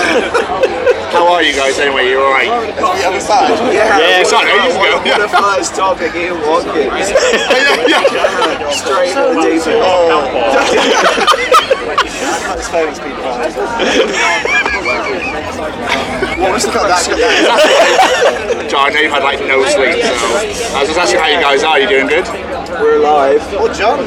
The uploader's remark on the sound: From our 'Live from 2000 Trees 2023' series. Due to the weather and outside noise the audio on this interview isn't the best.